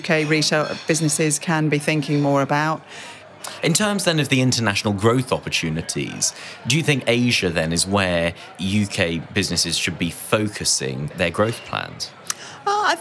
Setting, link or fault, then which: setting, busy venue